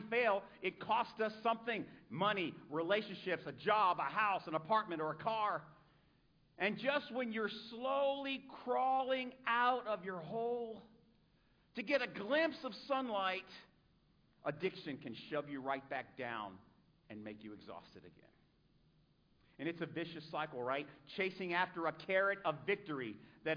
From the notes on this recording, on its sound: A sermon preached at Celebrate Recovery in Sarasota FL on 6-25-2023